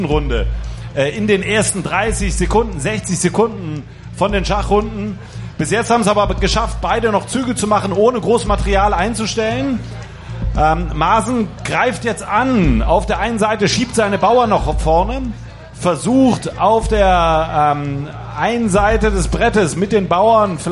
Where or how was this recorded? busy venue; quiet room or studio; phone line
busy venue